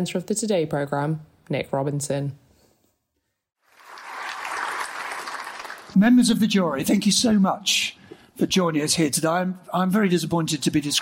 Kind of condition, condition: setting, live audience